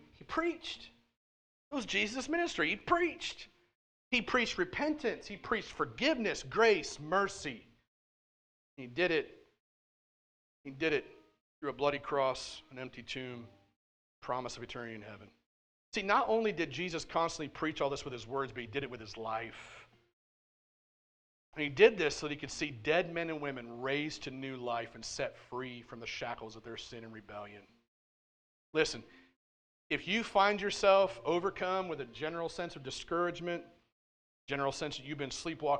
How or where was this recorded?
large echoing room